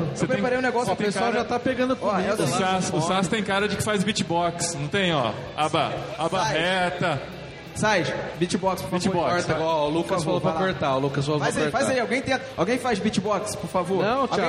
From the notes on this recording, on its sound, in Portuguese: gravado direto da Confraria No Barquinho 2015 em Jaú-SP